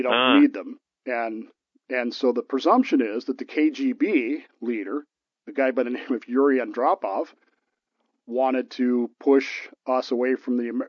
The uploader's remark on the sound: The WMMB computer failed, necessitating the show be done by telephone rather than the normal method via computer.